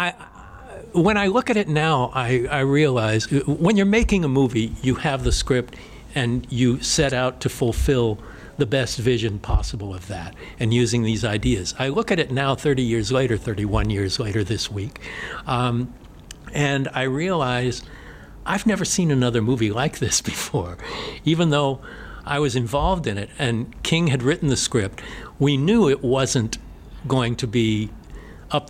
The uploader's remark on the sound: LIVE from the Motor City Legacy Horror Convention in Detroit Michigan.